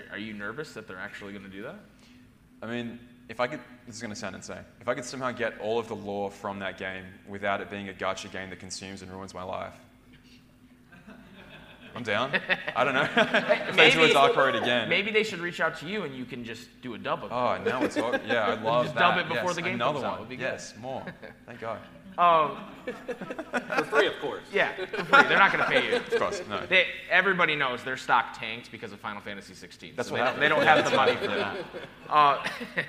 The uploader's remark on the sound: Live from RECONNECT YEAH